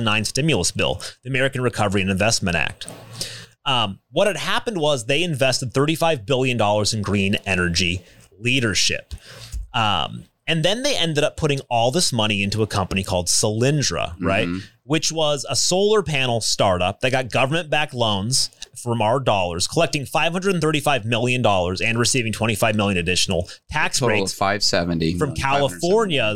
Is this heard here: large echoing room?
no